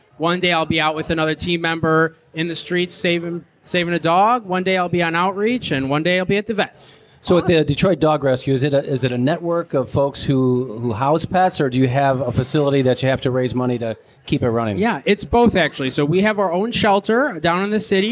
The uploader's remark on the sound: At the Detroit Shipping company for a special live episode. We record out on the balcony of DSC while there is a fundraiser going on to support the Detroit Dog Rescue.